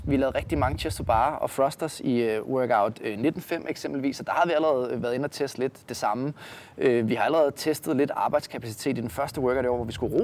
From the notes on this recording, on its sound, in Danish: episoden er undtagelsesvis optaget udendørs, så der er lidt vindstøj i mikrofonerne!